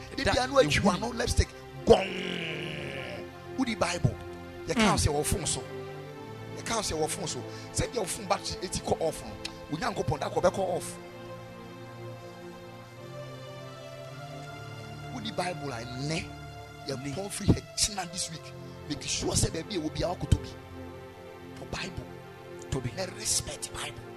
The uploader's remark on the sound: Preached at Ekklesia Chapel.